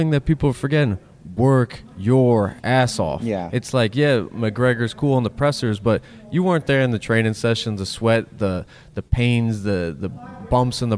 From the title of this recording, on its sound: IN-GYM